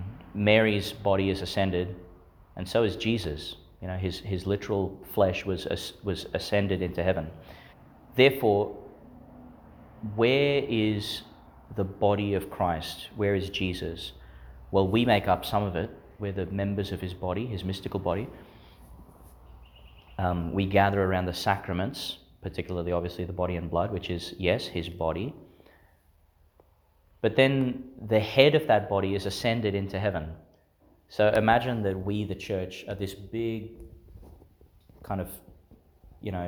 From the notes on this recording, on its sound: Homily for the Nineteenth Sunday in Ordinary Time, delivered in St Peter Chanel’s Church, Miriam Vale.